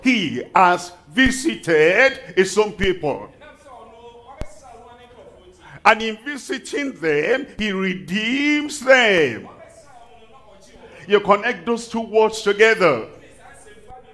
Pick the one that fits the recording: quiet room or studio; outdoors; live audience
live audience